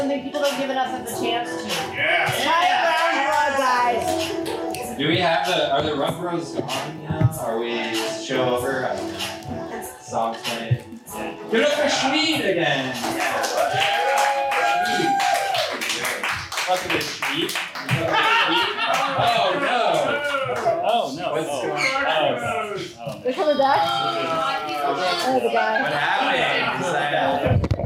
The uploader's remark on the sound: Was recorded LIVE at the Pack Theater. For a live audience.